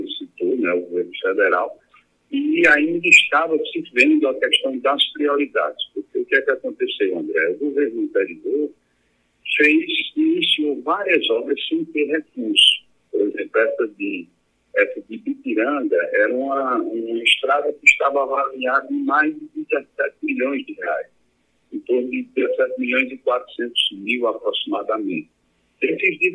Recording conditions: phone line